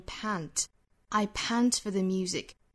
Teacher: 这个词英音的话其实上下的开口度更大，更倾向于发声 pant， I pant for themusic。但是美音它其实是上下两指开口度，左右尽量开一个 aa，也就是舌高位点是压得更低的一个音 a， I pantpant，更倾向于左右的开口度更大。I pant for the